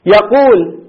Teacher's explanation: يقول علي عليه السلام يقول، ما نقول علي عليه السلام يقول، يقول ونقفها. تلاحظ الواو ساكن واللام ساكن، لكن جائز هذا في الوقف